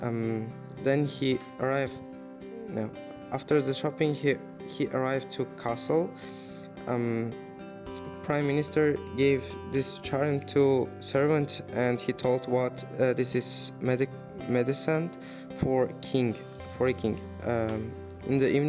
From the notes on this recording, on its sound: These Audio recordings were done in the class using a mobile phone voice recorder. Students who are speaking in these podcasts are the students at Amity University in Tashkent - International Foundation Studies.